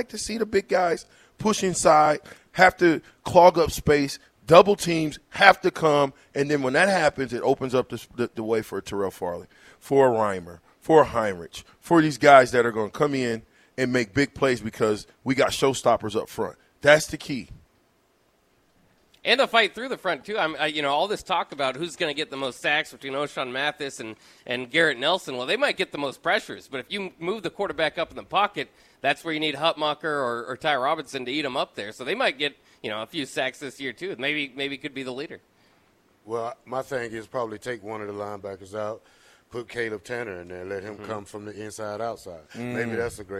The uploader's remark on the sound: LIVE from Wingstop